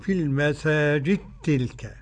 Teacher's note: قرأ السوسي بإدغام الدال في التاء